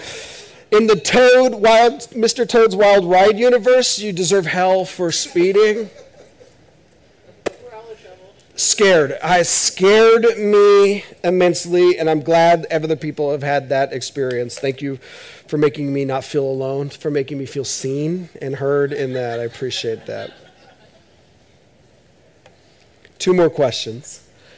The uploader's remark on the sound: This is audio ripped from the Live Service video.